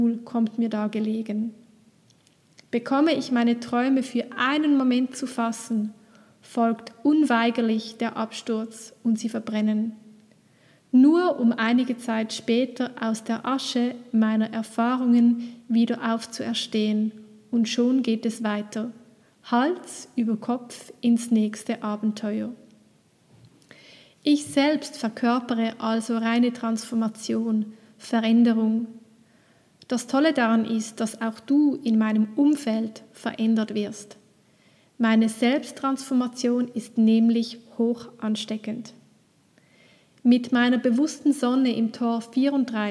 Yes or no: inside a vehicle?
no